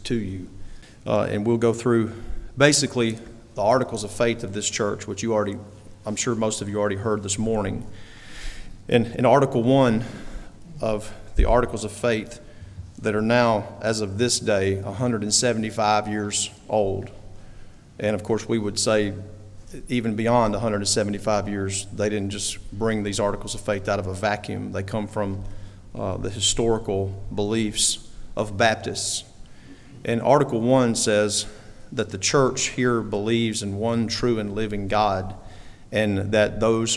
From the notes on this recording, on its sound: We are sharing portions of the ordination service. We are sharing portions of the service.